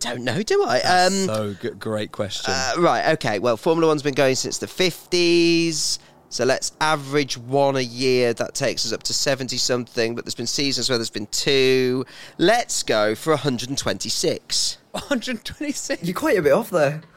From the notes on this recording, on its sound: In the garden and open the phone lines to listeners and unsung F1 heroes. Live piano.